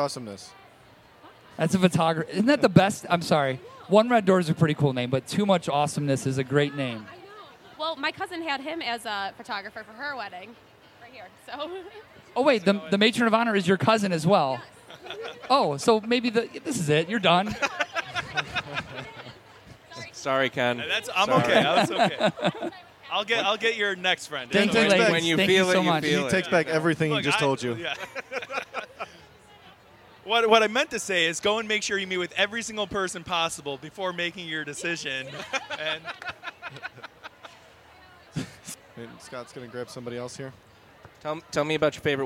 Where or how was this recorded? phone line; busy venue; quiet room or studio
busy venue